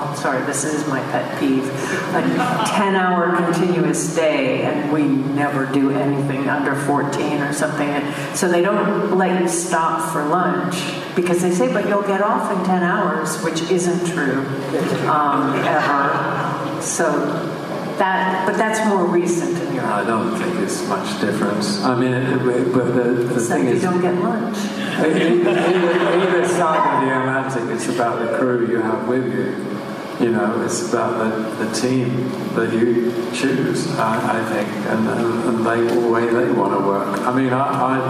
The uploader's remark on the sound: To Dallas for a series of events. For this episode, we screened Blade Runner 2049 and hosted a 2-hour Q&A session with the audience of 900 poeple.